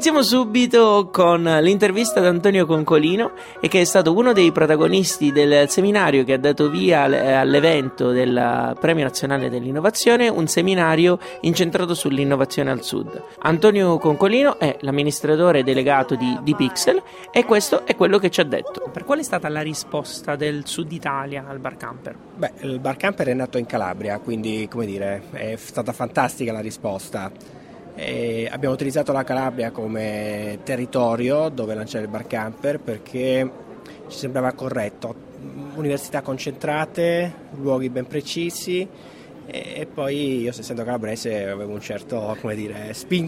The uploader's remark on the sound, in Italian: Diretta Live dal PNI 2015